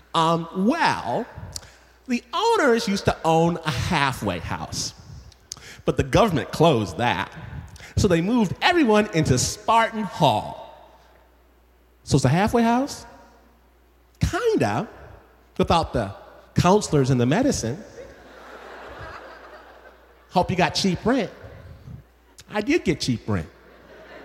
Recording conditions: live audience